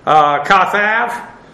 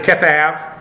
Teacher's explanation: I'm used to the Hebrew, it always has an A first, generally. Aramaic does not. It uses a schwa here. K-E-T-H-A-B-H.